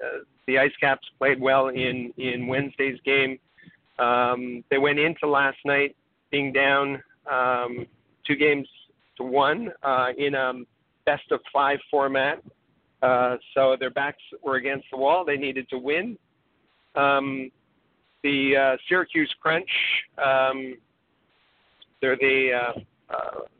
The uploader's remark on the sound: we take your phone calls